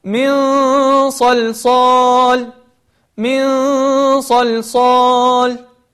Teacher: لاحظتم كيف أني أقرب لساني من مخرج الصاد · Term: تقريب اللسان